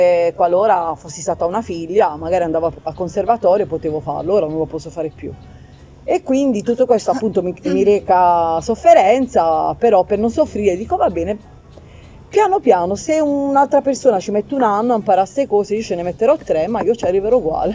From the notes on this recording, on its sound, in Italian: LIVE dall'Aperivintage!